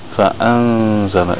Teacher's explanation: You hear the noon, fa'an, but you don't make the noon clear. You hide it a little bit. · Term: hidden